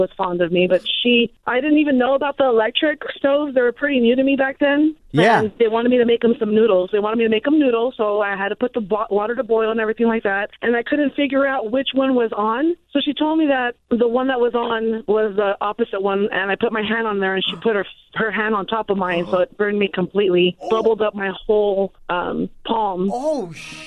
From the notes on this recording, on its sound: In today's show we opened up the phone lines and asked the listeners what their worst job was.